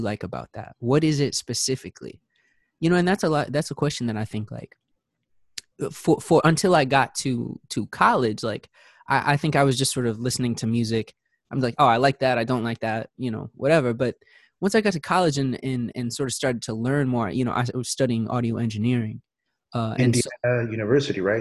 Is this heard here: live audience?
no